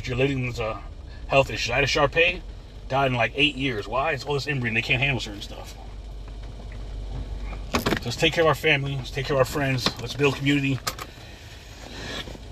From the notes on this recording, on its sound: In this CarCast